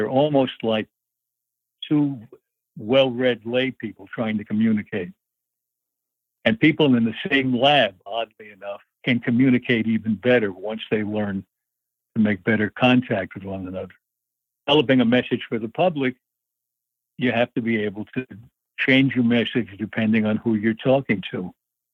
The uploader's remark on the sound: Please welcome to The Not Old Better Show via internet phone